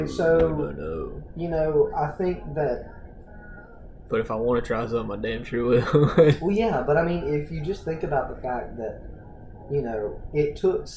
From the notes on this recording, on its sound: Why we're coming to you live from a package store.